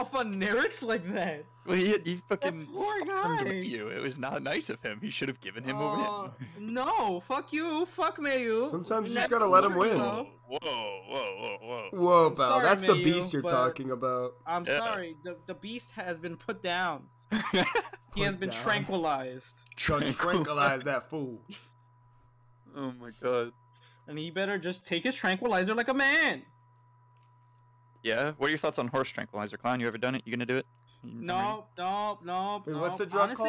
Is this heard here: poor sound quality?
yes